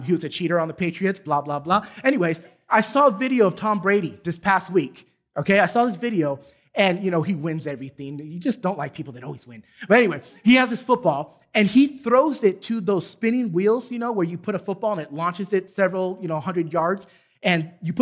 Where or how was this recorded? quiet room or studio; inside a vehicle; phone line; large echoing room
large echoing room